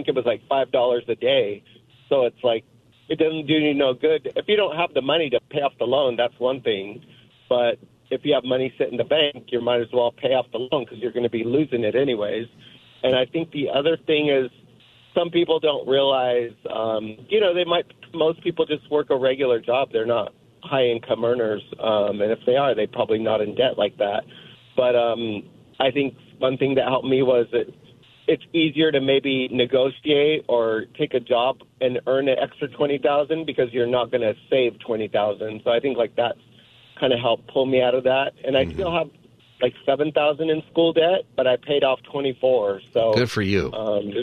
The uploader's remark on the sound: Listeners call in and share their debt stories.